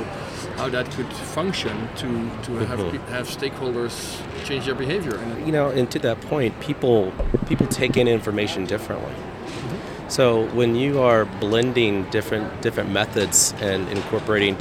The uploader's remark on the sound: Live from #IMEXAmerica.